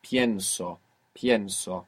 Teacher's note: It would be penso, but you stress down on that E and it splits into IE and you get pienso